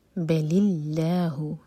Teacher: اللہ تعالیٰ کے نام میں جو لام ہے اس کو لائٹ پڑھیں گے، منہ بھر کر نہیں، لائٹ پڑھا جائے گا.